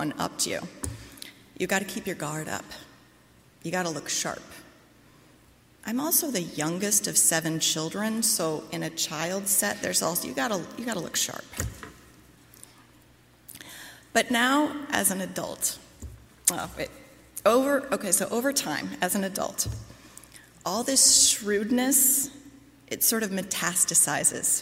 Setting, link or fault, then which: setting, large echoing room